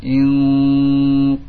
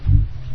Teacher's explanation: qaf termasuk huruf isti'la, ya, yang mengangkat pangkal lidahnya, wo menyempit, dan juga suaranya berfokus kepada langit-langit atas. · Term: mufakham